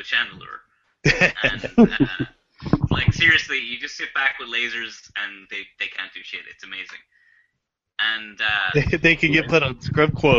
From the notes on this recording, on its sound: Coming to you live via Google Hang Outs On Air (at least, it WAS live)